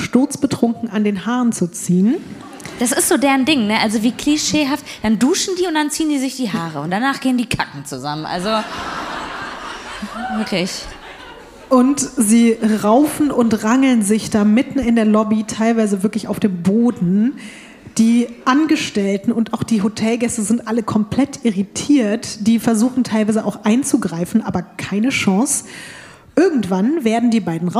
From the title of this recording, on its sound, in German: LIVE in Köln